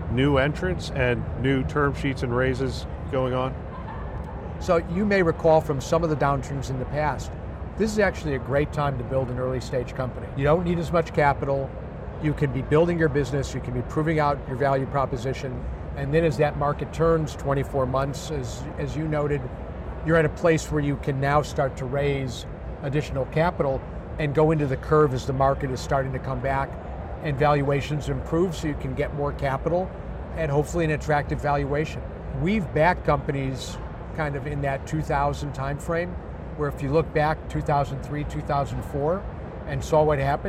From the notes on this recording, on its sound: an Interview in Action live from HLTH ‘22